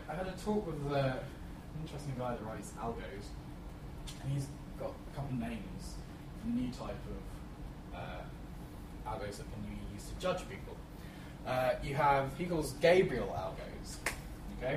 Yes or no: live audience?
yes